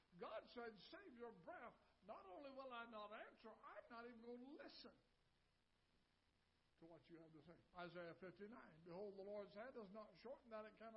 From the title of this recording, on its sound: Ketha Heights Baptist Church ~ Live Broadcast